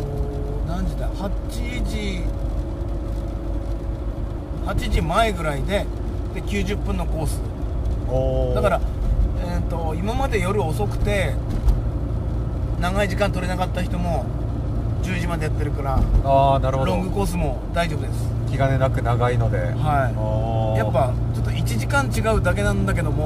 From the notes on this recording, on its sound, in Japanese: 今回は最初で最後のMyミニクーパーで収録！